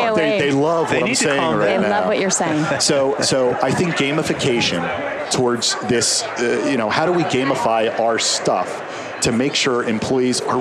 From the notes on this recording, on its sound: LIVE from Las Vegas, at #HRTechConf.